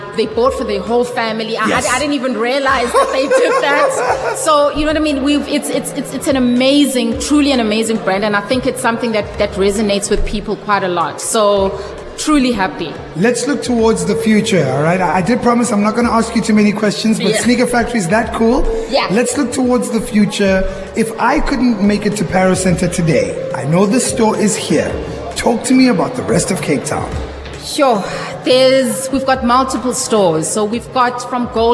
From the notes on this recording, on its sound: Live from our special outside broadcast at Sneaker Factory in Parow Centre